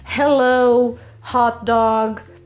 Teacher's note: O som que normalmente vem da garganta em inglês é o H, como nas palavras hello, hot dog e assim por diante.